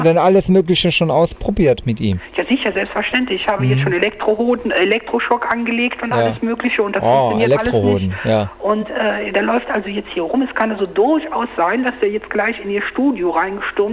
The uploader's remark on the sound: Am Telefon - Die verrückte Call In Show.